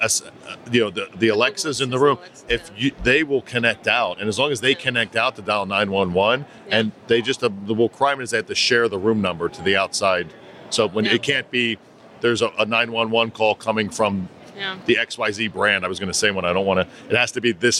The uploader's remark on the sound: Took the show on the road to HITEC 2022 in Orlando, FL. Live, in-person interviews from the show floor.